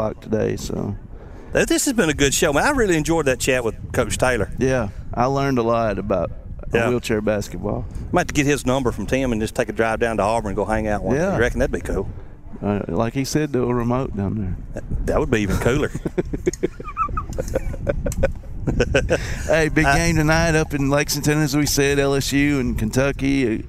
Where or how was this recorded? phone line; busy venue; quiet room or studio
busy venue